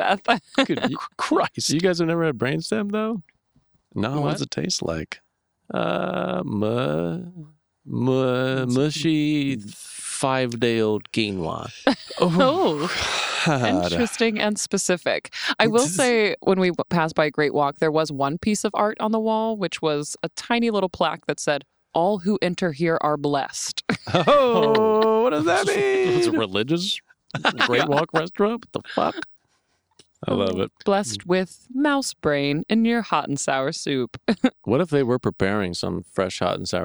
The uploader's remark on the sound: Kick back and relax with us on our Dad’s stoop in Boston.